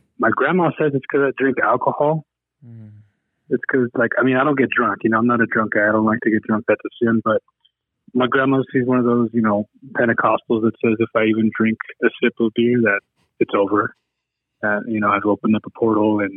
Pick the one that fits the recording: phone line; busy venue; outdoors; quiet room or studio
phone line